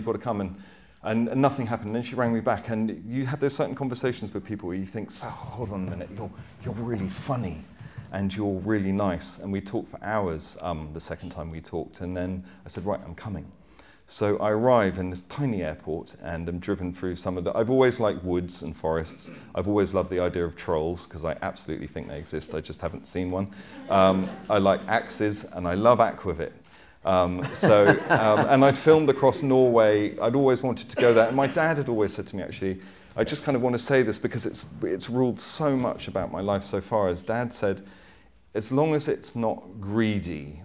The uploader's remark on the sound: Chat in front of a live audience at The Good Life Experience.